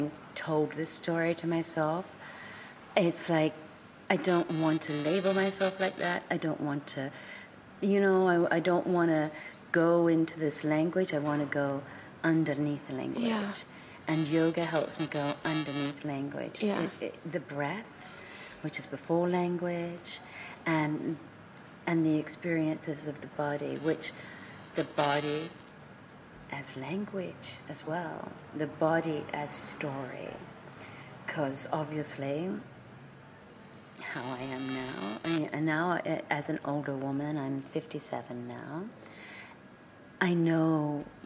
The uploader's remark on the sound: Little technical noise issue over this episode (bearable)